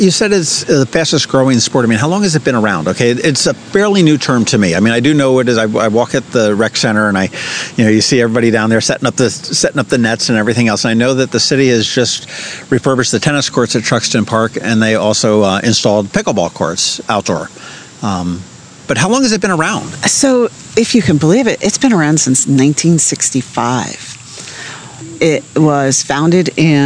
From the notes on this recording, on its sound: This was a ton of fun out at a picnic table adjacent to the new pickleball courts at Truxtun Park--complete with the Annapolis Fire Department whizzing by with sirens blaring!